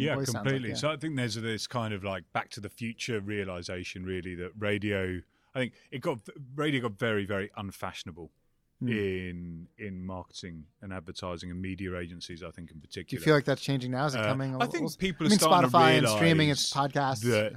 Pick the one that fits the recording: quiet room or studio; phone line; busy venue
busy venue